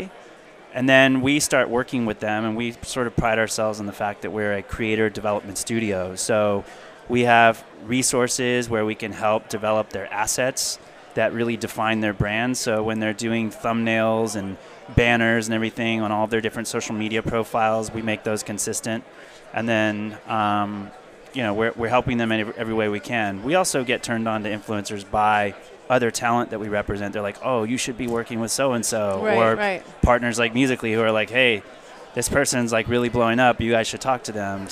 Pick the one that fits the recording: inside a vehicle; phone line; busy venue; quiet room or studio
busy venue